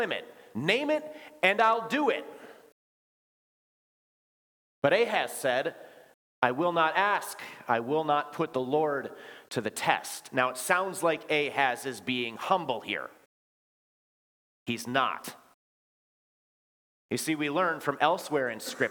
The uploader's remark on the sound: Bethany, Appleton, WI. Preached this sermon at Bethany's Christmas Day worship.